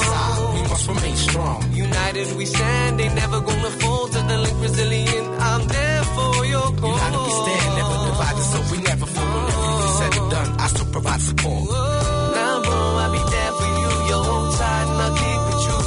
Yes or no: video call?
no